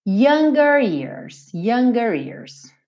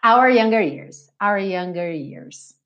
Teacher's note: você tem que enrolar a língua nesse R